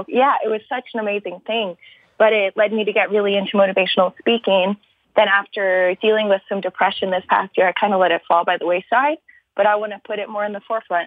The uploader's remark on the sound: Listeners (including a surprising number of aspiring novelists) called in for a series of brief one minute calls